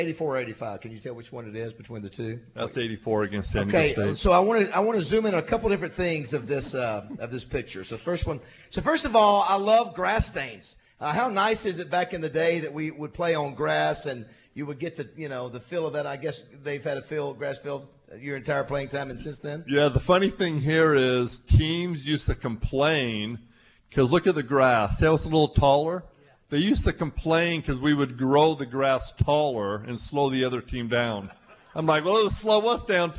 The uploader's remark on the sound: Live from the Little Rock TD Club